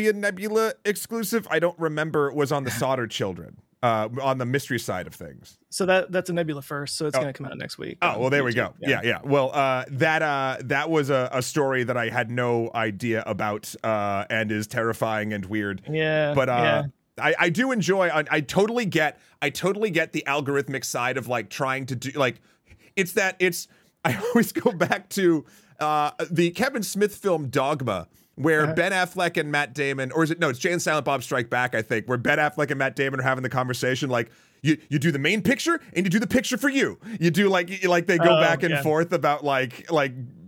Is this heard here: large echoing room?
no